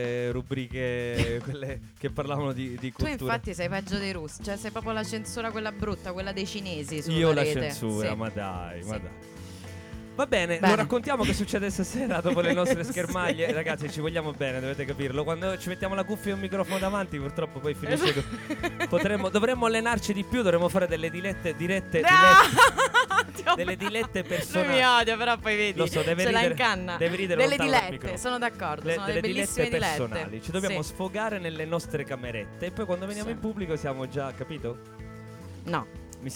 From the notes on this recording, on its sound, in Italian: LiveFolkRadioShow. Live Streaming - THE ROOST.